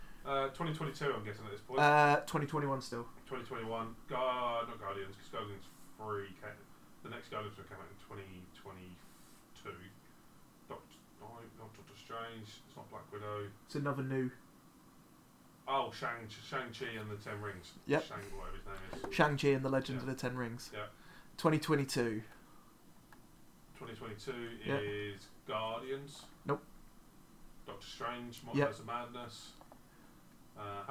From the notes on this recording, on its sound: Forgot to change the microphone input over. Apologies for the terrible sound quality.